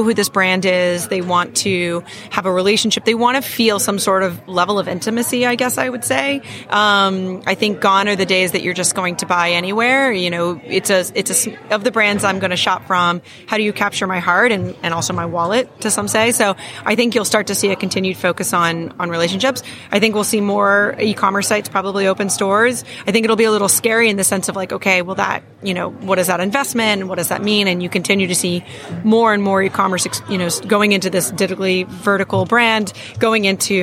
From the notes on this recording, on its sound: sat down for an interview live from the NRF Big Show